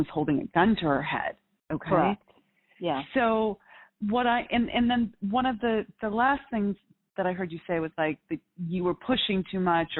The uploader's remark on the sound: In this Coaching Uncut Series, we take you behind the scenes and allow you to listen in to the coaching I do with clients. All of these coaching calls have been recorded with permission from my clients.